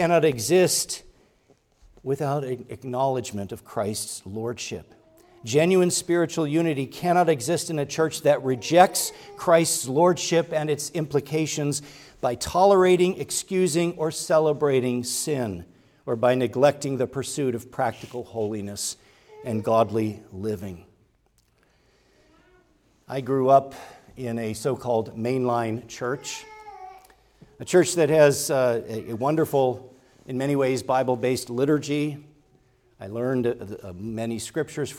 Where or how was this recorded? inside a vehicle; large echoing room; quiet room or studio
large echoing room